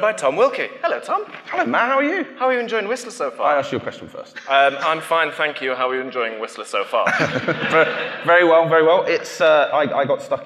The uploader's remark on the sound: Live from GrafanaFest. Recorded live at GrafanaFest, the company-wide event that brought together more than 600+ Grafanistas from around the world in Whistler, British Columbia.